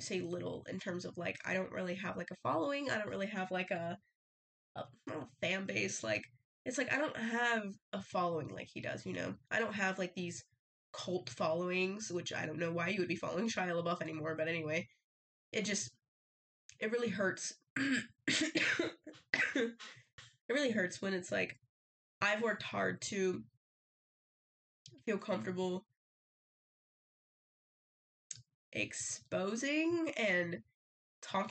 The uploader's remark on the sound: You guys are the lucky guests to witness the downfall of my mic :) so the audio is a little off!